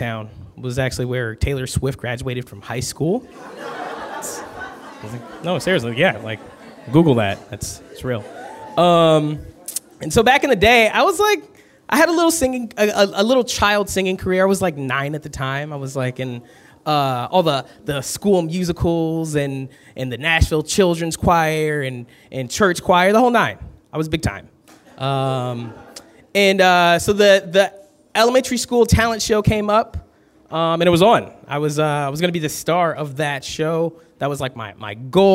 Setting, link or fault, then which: setting, busy venue